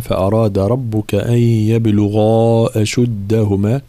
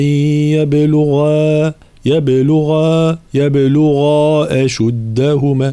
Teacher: الغين مفخمة وكذلك المد المصاحب للغين يبقى في التفخيم · Shown in: first take